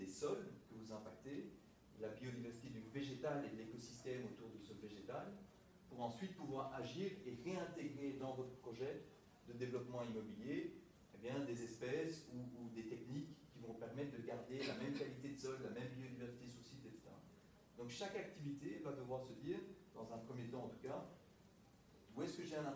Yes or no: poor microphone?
yes